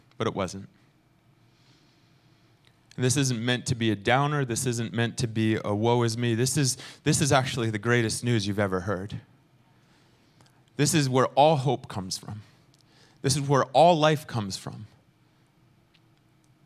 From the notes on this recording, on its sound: Recorded sunday evening service at Reunion Hawaii